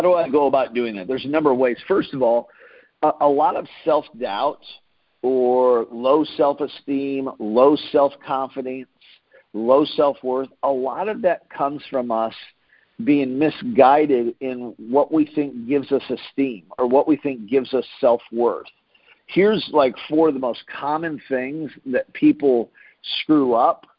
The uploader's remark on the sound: Team Freedom conference call on 7/5/19.